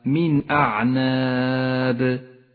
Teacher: المثال التالي على حكم الإظهار في قوله تعالى: من أعناب، النون الساكنة وبعدها الهمزة، تظهر النون من غير غنة أو تشديد لأن الهمزة من حروف الإظهار